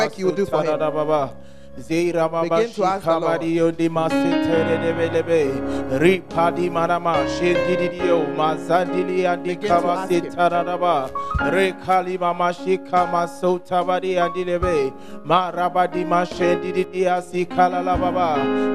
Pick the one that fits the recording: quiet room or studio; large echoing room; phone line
large echoing room